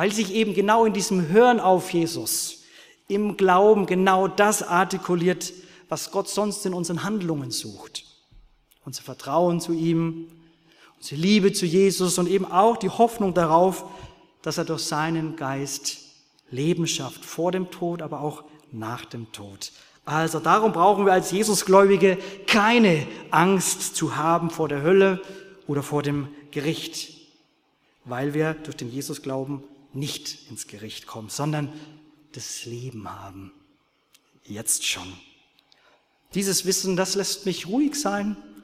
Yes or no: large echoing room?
yes